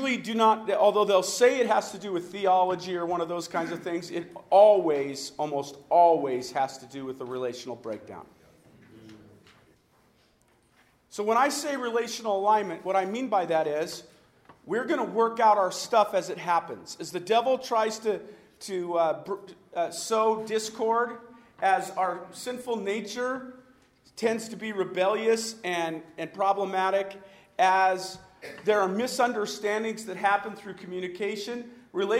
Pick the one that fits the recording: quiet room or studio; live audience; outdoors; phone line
live audience